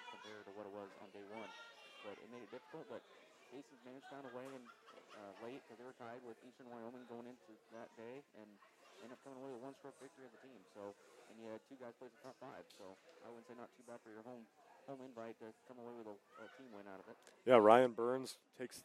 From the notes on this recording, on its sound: Our debut episode had some first-time bugs that we'll get worked out. Also, we apologize for the low volume on the audio — you may want to turn your volume up.